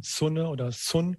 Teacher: in den meisten Regionen wird es stimmlos ausgesprochen